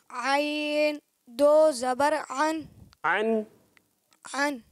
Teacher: اچھا پیارے بچے، آپ کی عین کی ادائیگی جو ہے نا وہ درست نہیں ہے. عین آپ حمزہ جیسا پڑھ رہے، تو آپ حلق پہ زور دیں